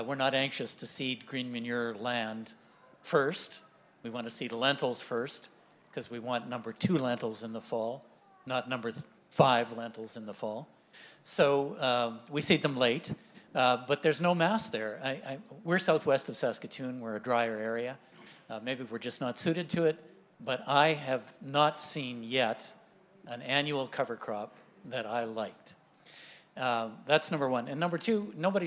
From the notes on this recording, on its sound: in a live panel format, recorded at the Organic Connections show in Saskatoon.